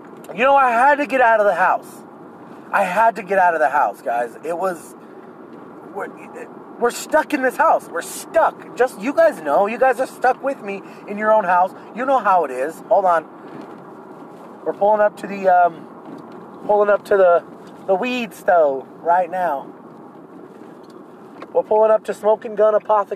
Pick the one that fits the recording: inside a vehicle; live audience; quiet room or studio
inside a vehicle